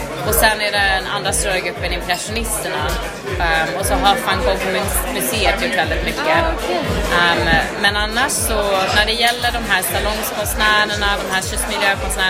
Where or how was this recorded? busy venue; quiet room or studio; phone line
busy venue